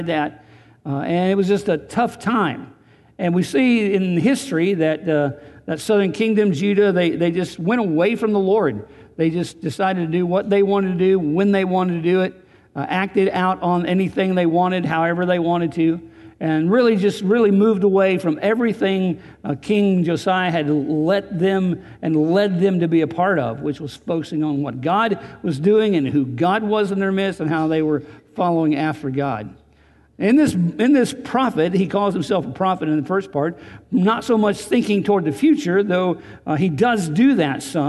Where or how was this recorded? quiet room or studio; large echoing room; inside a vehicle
large echoing room